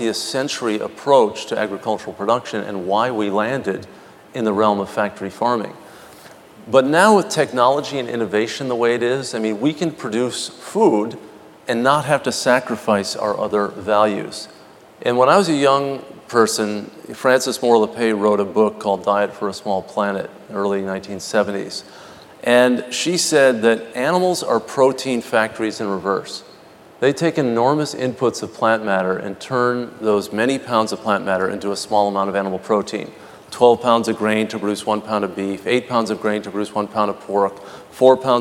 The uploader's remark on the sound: The best of live interviews from GreenBiz events.